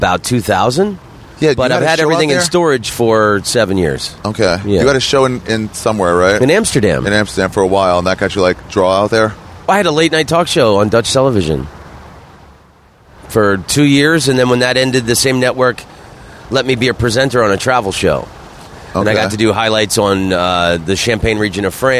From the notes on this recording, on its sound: met up at the Moontower Comedy and Oddity Festival